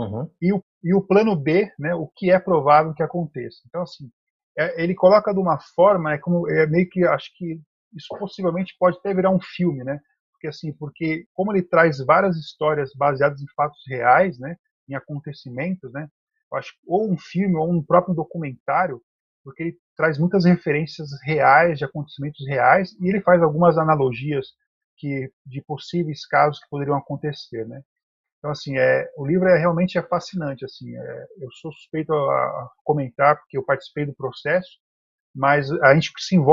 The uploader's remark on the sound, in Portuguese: Apresentamos o áudio do Webinar.